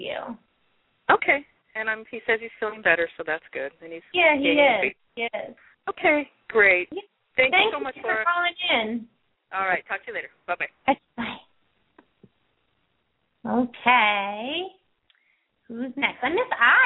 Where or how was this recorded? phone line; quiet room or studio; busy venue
phone line